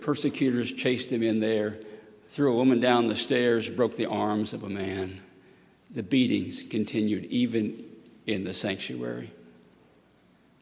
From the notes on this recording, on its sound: at Highland Baptist Church, Louisville, Kentucky